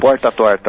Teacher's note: retroflexo, né, como se diz, né, dos paulistas, do interior paulista